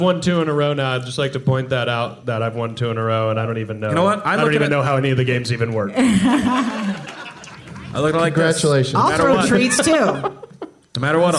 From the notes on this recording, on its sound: Live from the Plaza Hotel in Las Vegas